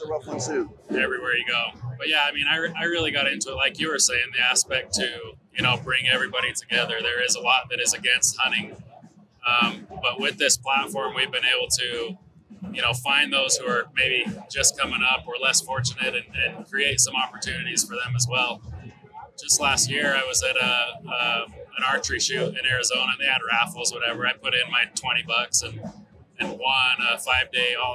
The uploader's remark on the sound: Live from the Initial Ascent Mountain Dude table